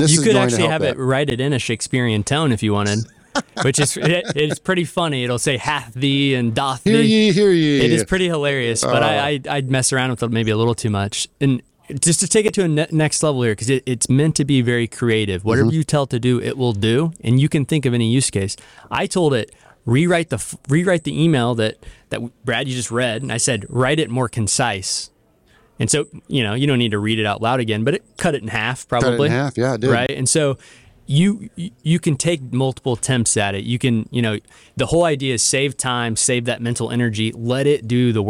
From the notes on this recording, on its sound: live at PMMCON 2023